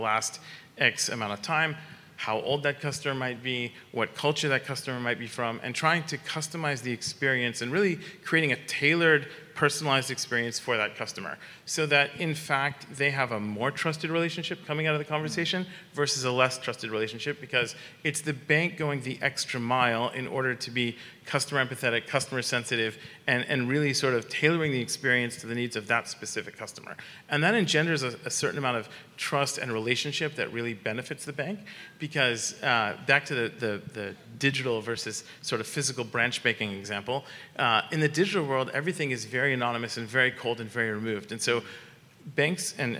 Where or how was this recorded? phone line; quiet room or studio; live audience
live audience